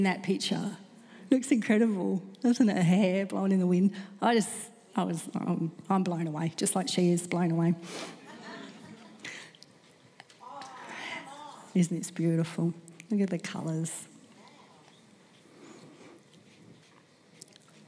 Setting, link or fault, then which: setting, live audience